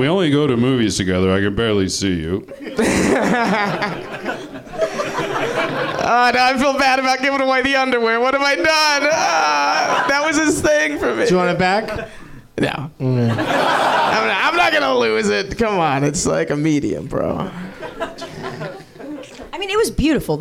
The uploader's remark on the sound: Live from the NerdMelt Showroom in LA